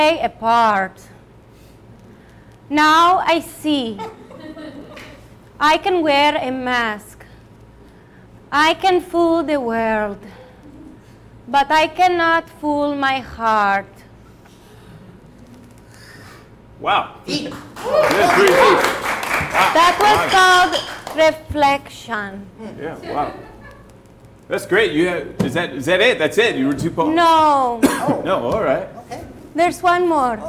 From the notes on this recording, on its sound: This is the podcast of the LIVE show. This show aired at The Peoples Improv Theater in New York City.